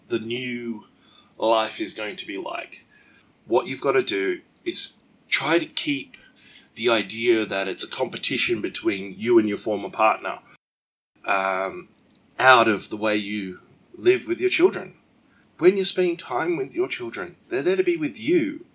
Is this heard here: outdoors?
no